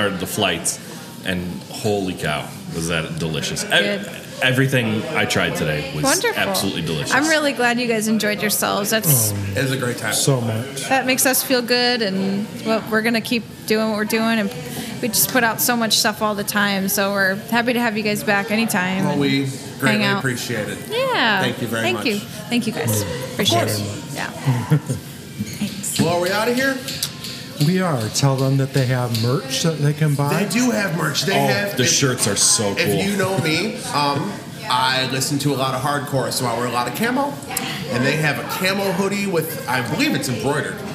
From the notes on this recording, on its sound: Live from Manic Meadery. We wrapped up our third season with an on location tasting at Manic Meadery.